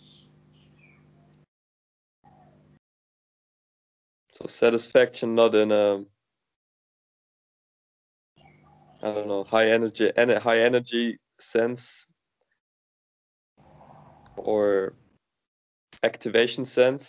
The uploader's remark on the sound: Skype calls on this channel.